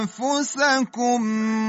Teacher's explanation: انفسکم همونطور که دقت فرمودین اخفاء نون در فا